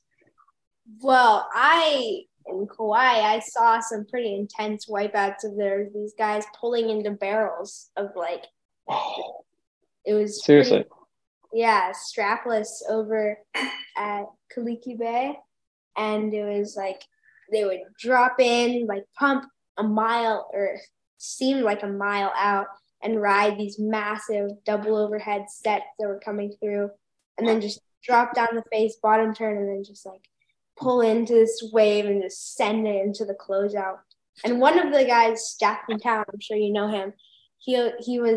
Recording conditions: video call